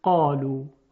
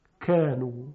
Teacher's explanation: در کاف ریشه زبان یا جذر اللسان به طرف بالا نمیره، بلکه پایین هست · Shown in: second take · کانو. خب پس قاف جزء حروف مستعلیه می شود، اما کاف جزء حروف مستفله یعنی استفال داره.